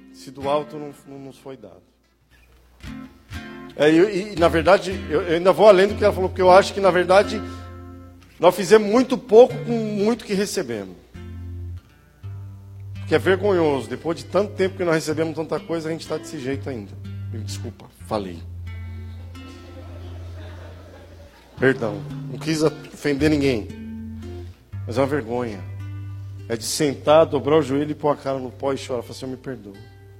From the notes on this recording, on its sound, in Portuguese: Áudio de ministração presencial